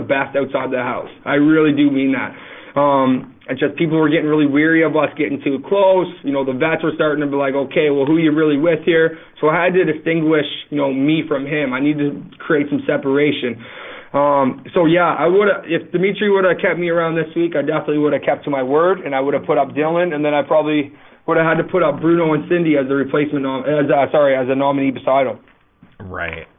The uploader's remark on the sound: This is our phone interview